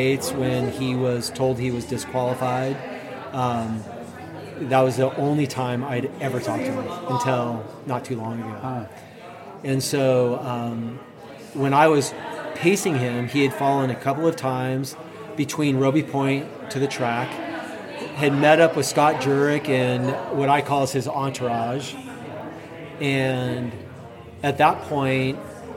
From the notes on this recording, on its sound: a live recording session late in 2021 at The Aid Station in Auburn, CA.